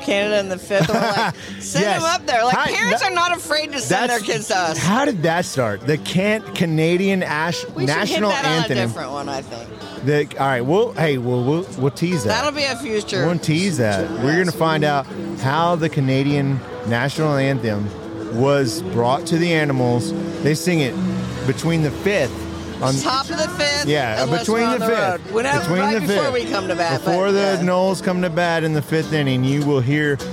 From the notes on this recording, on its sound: Metro Deli 20th Anniversary Party recorded live. The NFLSN records live from the Metro Deli in Tallahassee as they celebrate 20 years in business.